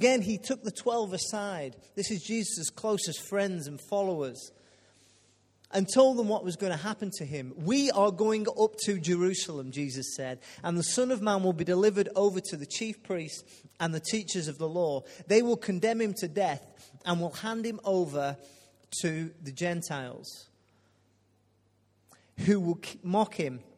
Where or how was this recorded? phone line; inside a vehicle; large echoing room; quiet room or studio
large echoing room